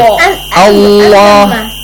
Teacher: A word ends with Fatha, then Allah. So Allah must be pronounced heavily.